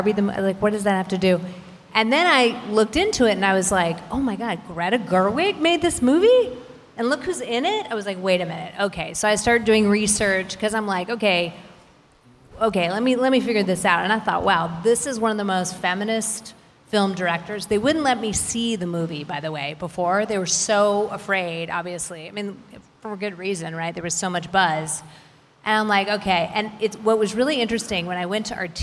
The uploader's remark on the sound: The Art of Power [VIDEO filmed live at Pen+Brush Gallery].